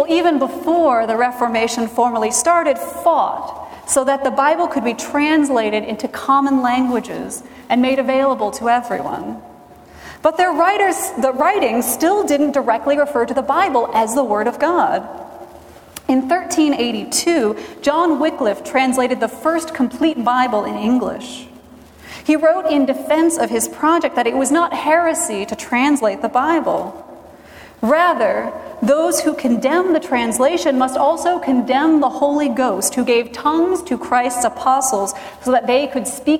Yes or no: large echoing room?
yes